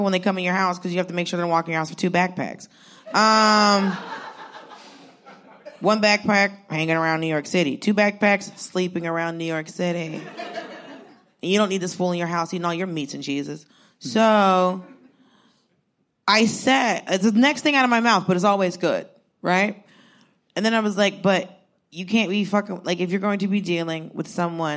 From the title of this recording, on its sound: Live at SXSW